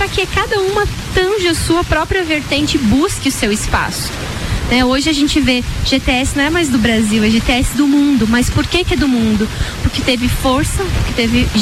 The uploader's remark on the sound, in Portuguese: programa gravado direto do estande da GTS DO BRASIL na EXPOLAGES.